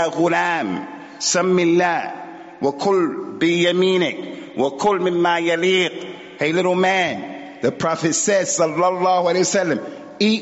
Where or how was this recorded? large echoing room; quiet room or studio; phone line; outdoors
large echoing room